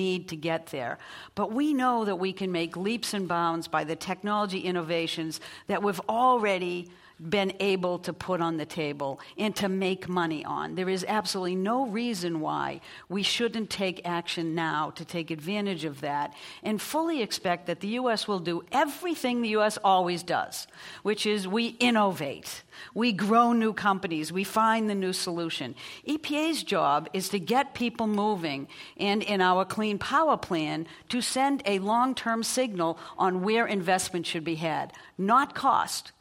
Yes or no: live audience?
yes